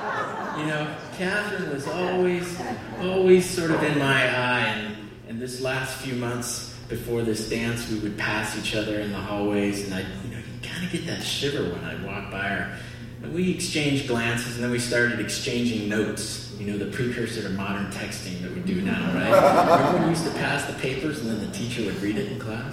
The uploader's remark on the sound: on stage at Alberta Abbey for live storytelling with Portland Story Theater